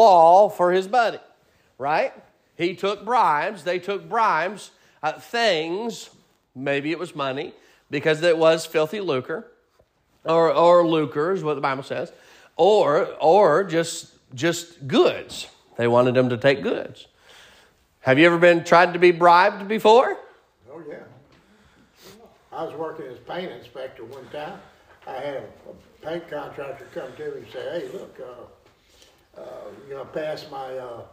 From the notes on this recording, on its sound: Sermon preached at Mid County Baptist Church